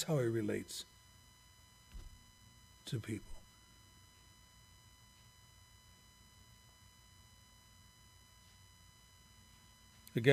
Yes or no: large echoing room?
yes